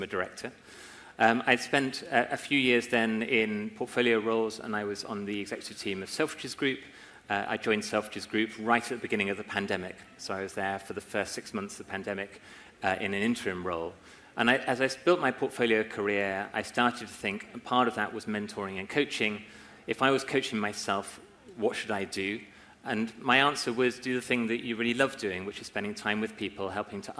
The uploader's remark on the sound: LIVE at Climb23 Investor Summit. In this special episode, I’m bringing you a live recording of The Unlock Moment. In May 2023 I presented The Unlock Moment on stage at the Climb23 Innovation conference in Leeds here in the UK.